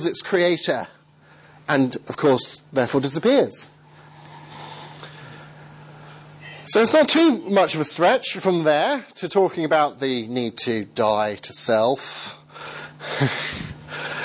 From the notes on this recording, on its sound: Second seminar given at the School of Missional Disciple-Making at Above Bar Church, Southampton